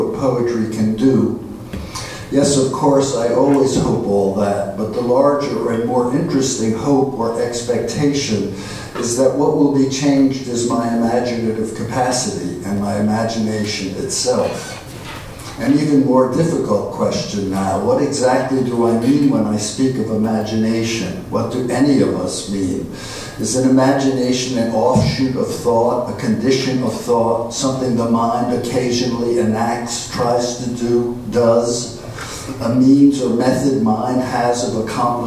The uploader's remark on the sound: at the Worlds Literature Festival Salon